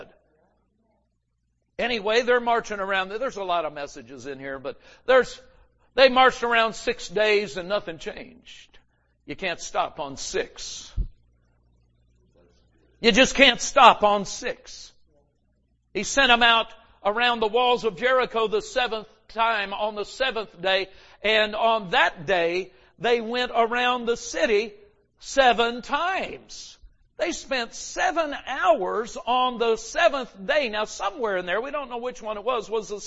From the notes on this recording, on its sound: GRACE AND FAITH CAMPMEETING 2020. Recorded Live at Grace Harvest Church, Holiday, FL.